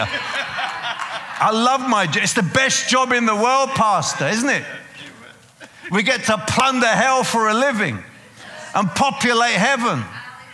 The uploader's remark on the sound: preaching at a CCF Ministries in Lowell